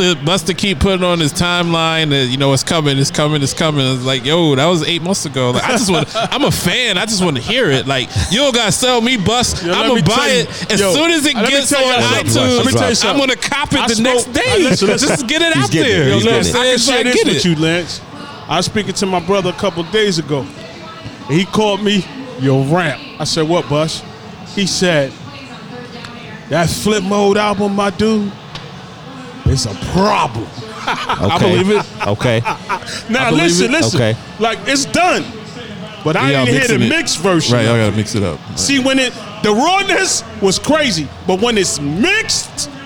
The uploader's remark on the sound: Live fro Dave & Buster's.